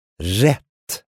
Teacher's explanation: One thing to work on when it comes to pronunciation is the double consonants. The two T's in rat should be a really long sound.